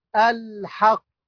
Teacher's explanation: طيب واخيرا المشدد الموقوف عليه مثل كلمه الحق، نقف عليها نقول الحق، قاف حرف مشدد موقوف عليه مع القلقله